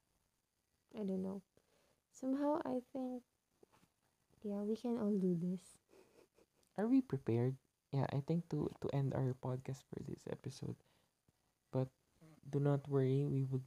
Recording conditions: uneven or low level